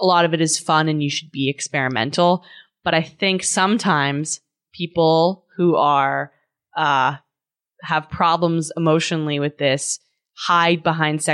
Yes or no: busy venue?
no